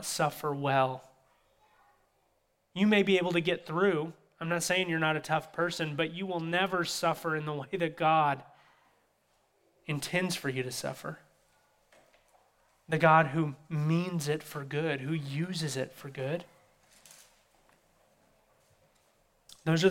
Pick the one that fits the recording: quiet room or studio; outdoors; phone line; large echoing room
large echoing room